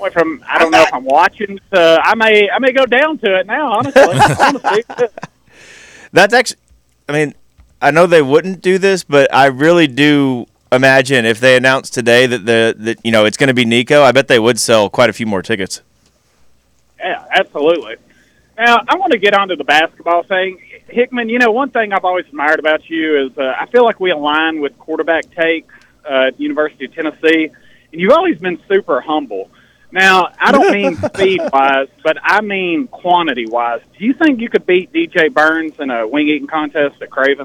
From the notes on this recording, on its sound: Phone Lines -Your Calls